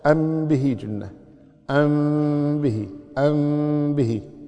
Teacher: ميم ساكنة جاء بعد حرف الباء تخفي الميم، تخفي مثل ما قلنا قبل قليل، يعني يبقى أثرها. · Term: الإخفاء الشفوي